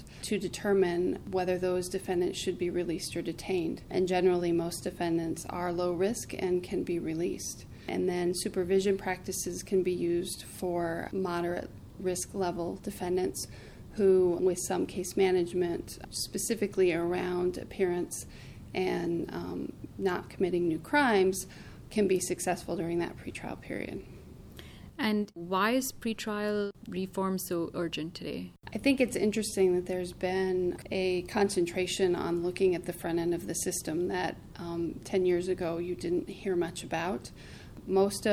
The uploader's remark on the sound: I am here in Dallas. At the Reinvesting In Justice conference.